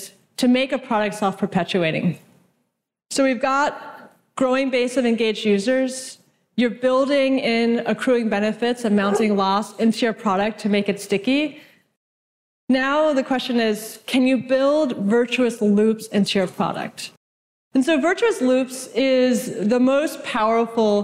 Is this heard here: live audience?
yes